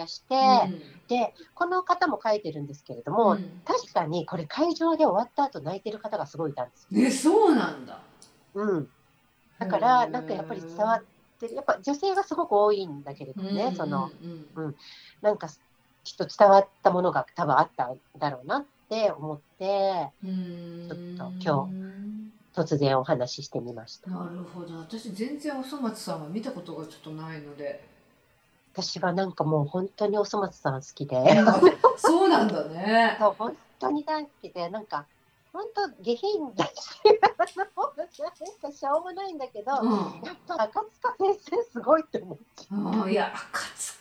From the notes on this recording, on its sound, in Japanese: 今回はリモートでの収録となっているため、聴きにくい箇所があるかもしれませんが、ご了承いただければ幸いです。